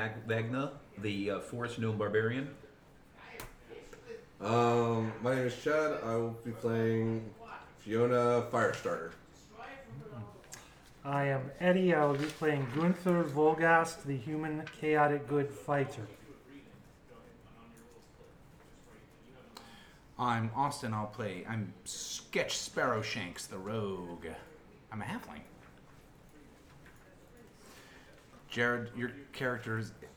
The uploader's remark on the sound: Live from CondoCon.